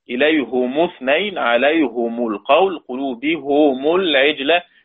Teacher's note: يبقى إذا كان قبل ميم الجمع التي بعدها ساكن هاء مكسورة، أبو عمرو بكسر الهاء والميم، بكسر الميم تبعا للهاء، وحمزة والكسائي بضم الهاء والميم، ضم الهاء تبعا للميم